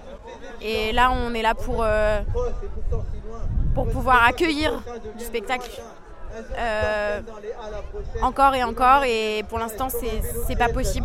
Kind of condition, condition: setting, outdoors